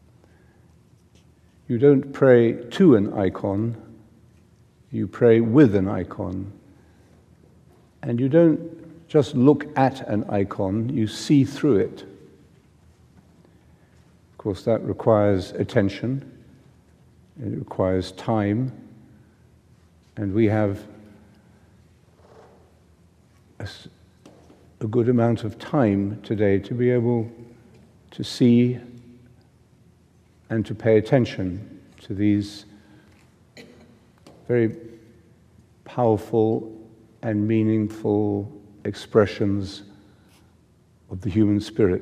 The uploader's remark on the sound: Pre-Seminar Retreat JMS 2017 (talk 06, Rothko Chapel). Rothko Chapel, Houston, TX.